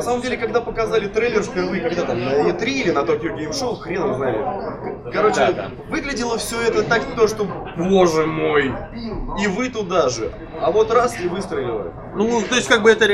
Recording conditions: poor sound quality